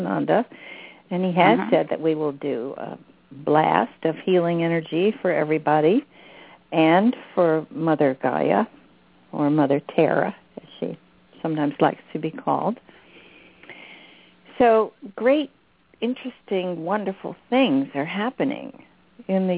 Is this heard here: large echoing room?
no